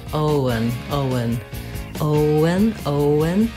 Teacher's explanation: The stress on Owen falls on the O syllable, and O is a diphthong in this name, Owen. Make sure you hold the O nice and long. And then the letters EN say the schwa sound, and the N, un, Owen, Owen, Owen, Owen.